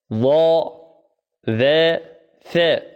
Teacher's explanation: ثم قال: والظاء والذال والثاء، الظاء والذال والثاء مخرج آخر الذي هو المخرج الرابع عشر، هو مخرج الظاء والذاء والثاء، ظاء ذاء ثاء، الظاء والذال والثاء تخرج من ذاك المخرج الذي هو من الثنايا العليا ومن طرف اللسان، ثنايا العليا أي الأسنان العليا.